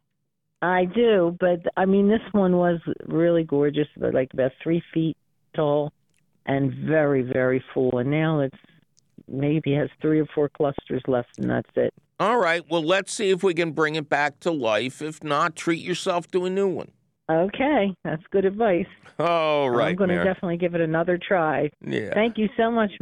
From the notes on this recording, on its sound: your high flying phone calls!